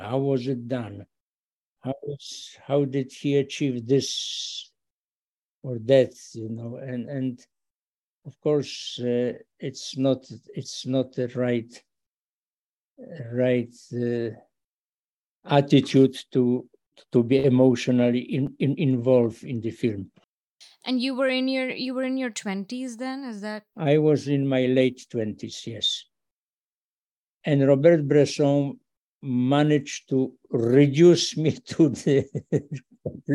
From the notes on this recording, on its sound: Over Zoom. Wasn’t able to attend this year’s festival in person.